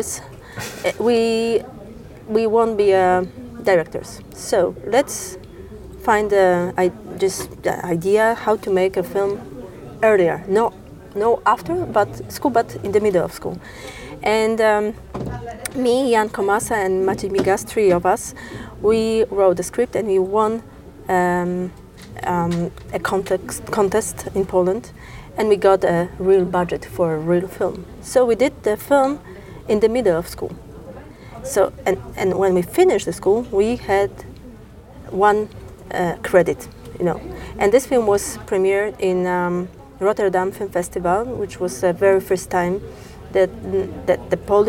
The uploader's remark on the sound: We recorded this in a hotel lobby, so the audio may not be as clean as I would like it to be